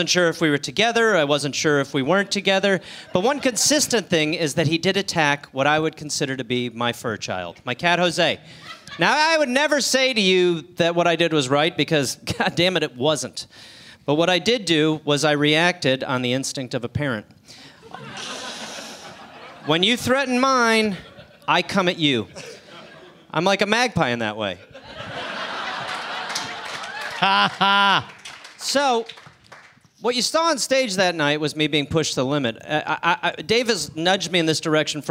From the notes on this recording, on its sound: Live in Syd. Recorded at the Sydney Comedy Store.